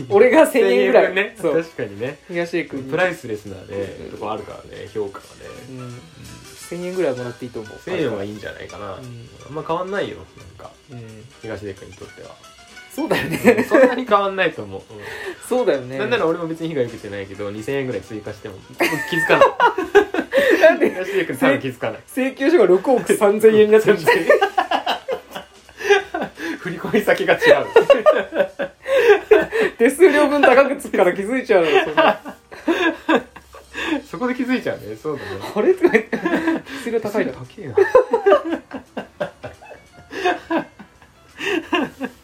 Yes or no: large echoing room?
no